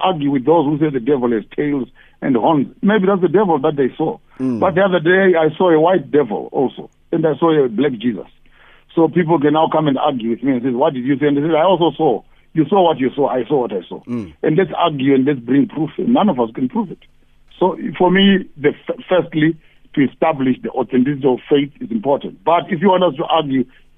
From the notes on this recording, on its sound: Guest on the phone